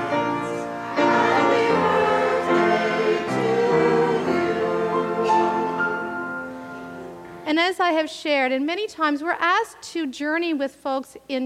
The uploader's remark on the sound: Live worship service